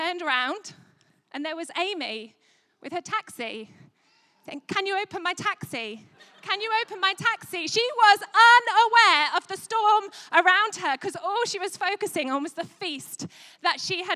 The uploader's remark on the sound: Recorded at Life Church Lancashire 20/03/2022